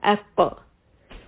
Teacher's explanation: Qaf does not have sound flow. Ak. Ak. So to add it, you're going to add qalqala.